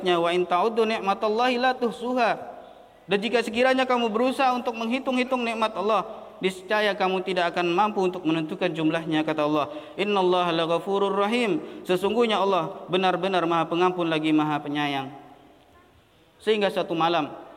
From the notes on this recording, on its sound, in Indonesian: LIVE AUDIO KHOTBAH JUM'AT. MASJID IMAM SYAFI'I PANGKALAN BUN.